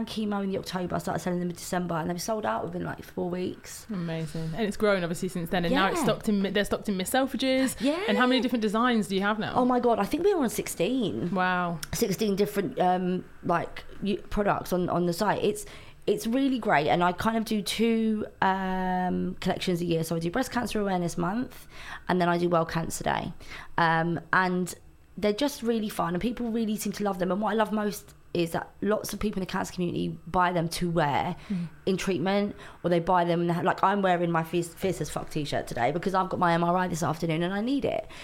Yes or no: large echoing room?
no